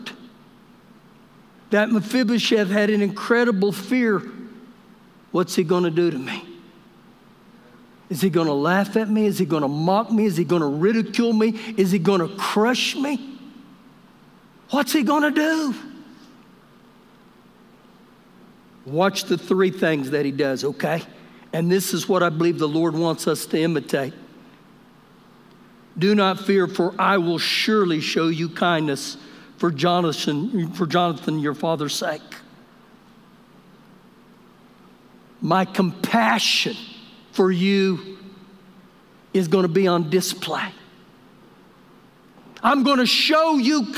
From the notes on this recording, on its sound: Recorded live during our Sunday morning service